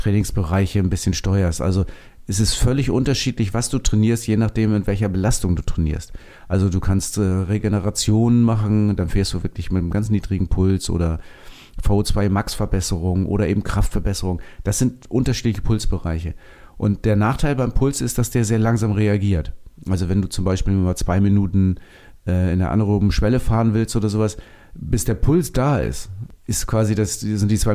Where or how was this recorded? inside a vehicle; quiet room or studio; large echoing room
quiet room or studio